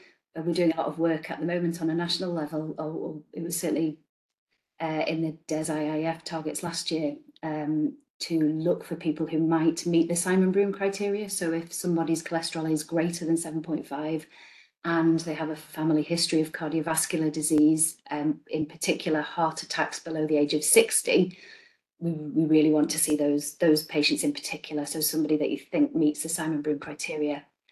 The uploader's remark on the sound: This is an audio recording of an 'on the couch' webinar delivered on 12 December 2023